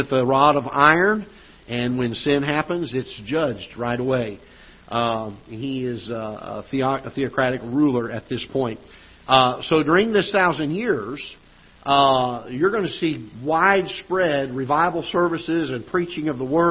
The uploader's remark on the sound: Ketha Heights Baptist Church ~ Live Broadcast